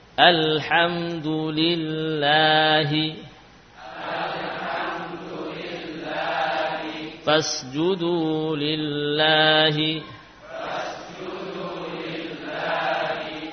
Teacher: lafaz Allah, lamnya dibaca apa? Tipis, bila sebelumnya kasrah